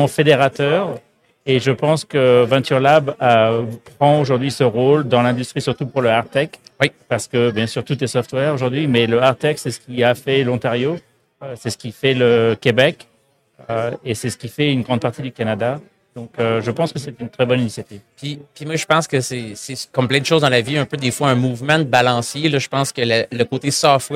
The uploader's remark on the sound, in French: En direct du Hardtech à Toronto